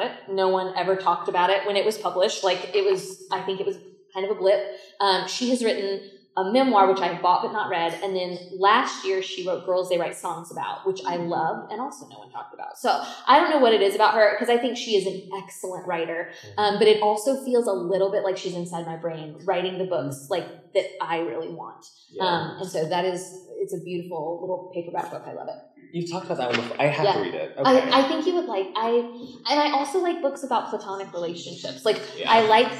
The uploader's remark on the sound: From the Front Porch Live from Reader Retreat! A recording of our live show from our February Reader Retreat!